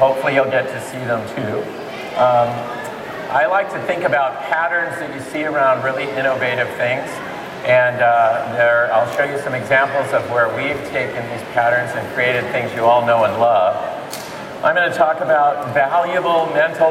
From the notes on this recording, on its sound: This video was captured LIVE at MakerFaire 2008 in San Mateo, California